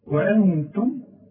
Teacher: عندي نون بدون تشكيل بعدها ت والت من حروف الإخفاء، يبقى هغن وأخفي